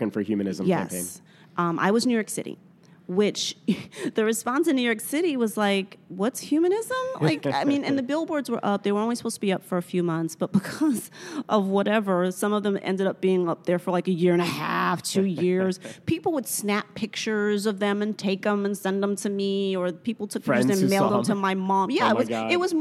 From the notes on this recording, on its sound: At the recent American Humanist Association conference in Chicago, I spoke with her